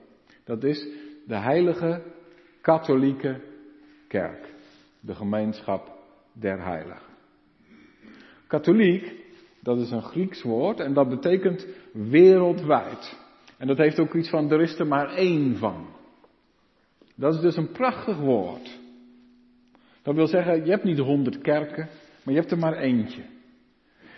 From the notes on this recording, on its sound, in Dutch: De preek is op 5 februari 2023 opgenomen in de Maranathakerk in Groningen.